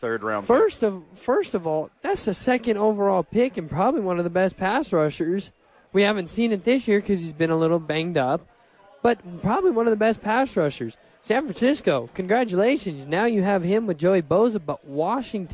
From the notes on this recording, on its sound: live from ABQ AXE!